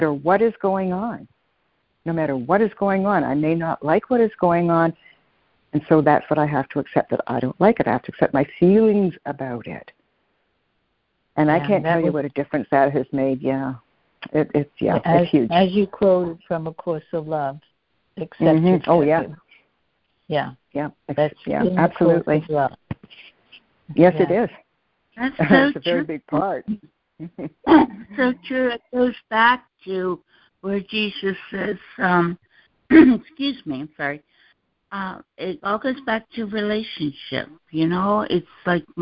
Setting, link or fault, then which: link, phone line